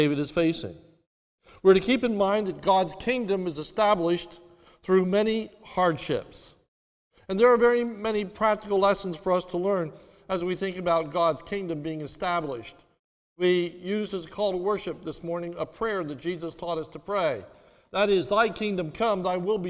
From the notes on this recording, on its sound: This sermon was recorded live at the Lebanon Bible Fellowship Church in Lebanon, PA. During the morning service.